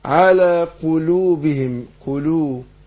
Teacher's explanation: اللام هنا حرف منحرف يعني منحرف يعني الانحراف اللي هو الميل بيميل طرف اللسان للمخرج اللي جنبه